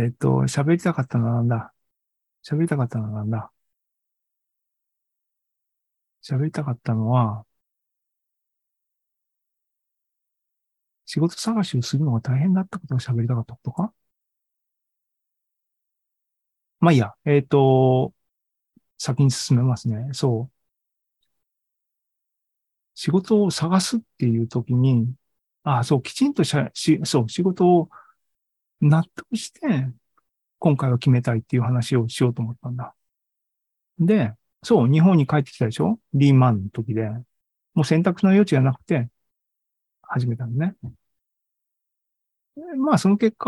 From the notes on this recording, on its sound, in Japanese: AI ポッドキャスト、シーズン４１は２０２３年５月３１日に開催した ZOOMライブの模様です。